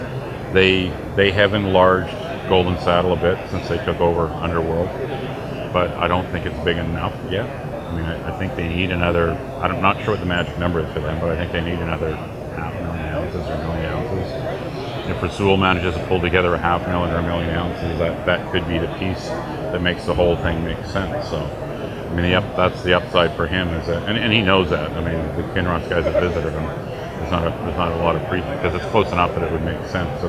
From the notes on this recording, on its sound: at the World Resource Investment Conference in Vancouver